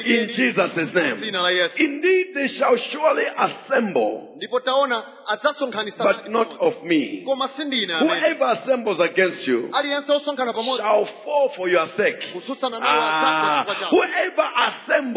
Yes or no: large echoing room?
yes